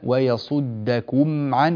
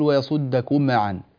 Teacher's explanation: لا تقلقل الميم في ويصدكم عن ذكري · Shown in: first take